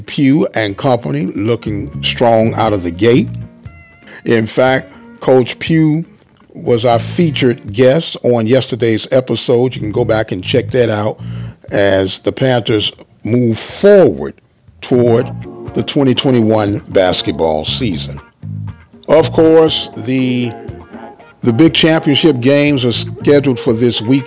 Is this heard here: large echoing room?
no